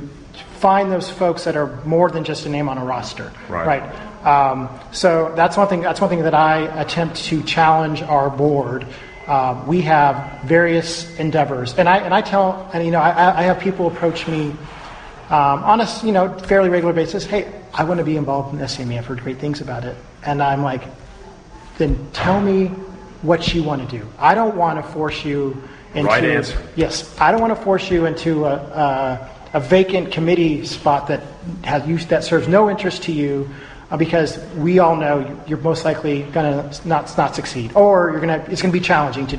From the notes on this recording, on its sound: live from the Sacramento Post Sustaining Members Forum at Travis AFB